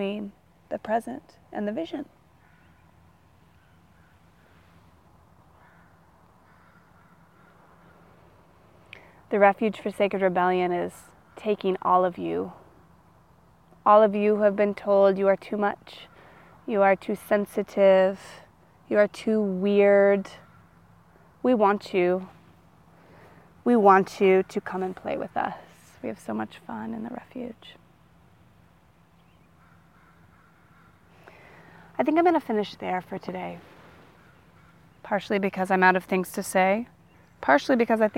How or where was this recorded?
outdoors